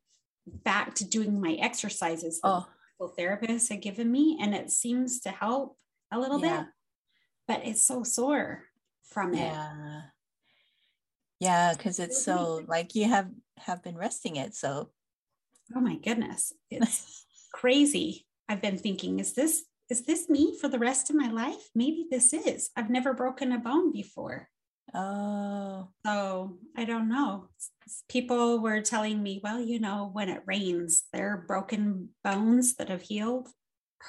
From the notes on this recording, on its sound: This episode is over Zoom again.